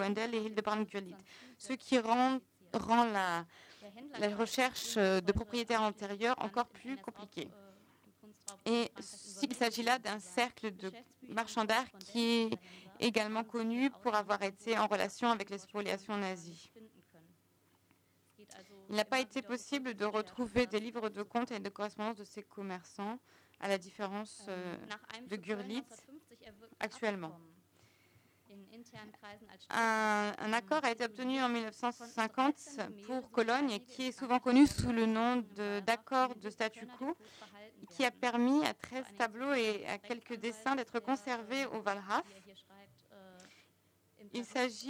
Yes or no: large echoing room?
yes